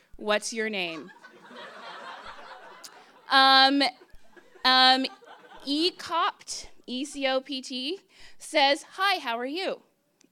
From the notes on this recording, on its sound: Story Slam 2015. For Detours' second live storytelling event, "Story Slam" we asked people to share their bad dating experiences, along with a piece of dating advice.